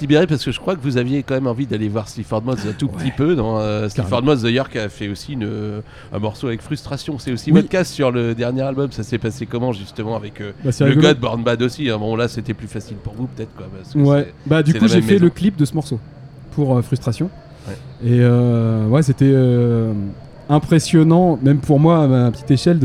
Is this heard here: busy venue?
yes